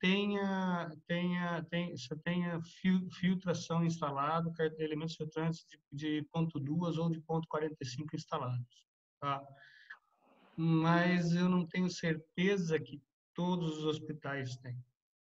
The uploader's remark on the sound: via ZOOM.